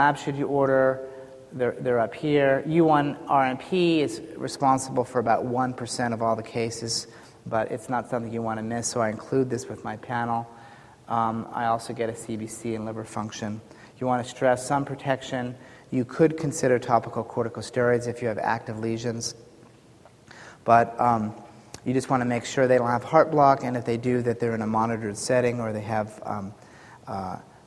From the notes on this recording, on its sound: Audio podcast from the 7th Annual SDPA Fall Conference in Scottsdale, AZ.